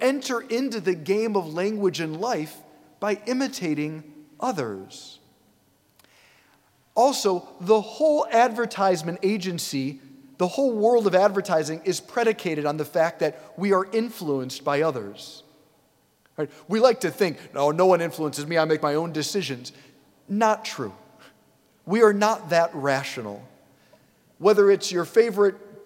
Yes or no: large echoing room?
yes